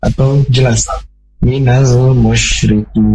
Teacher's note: Nah huruf mim ini termasuk huruf qomariyah, maka hukumnya alif lam qomariyah, alif lamnya dibaca dengan jelas bukan menghilangkan bunyi lamnya karena tidak ada tasydid atau tidak ada huruf syamsiyah seperti itu.